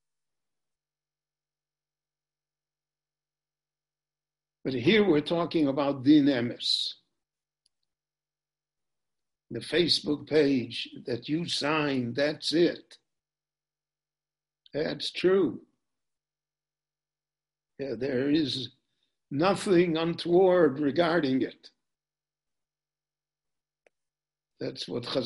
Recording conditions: video call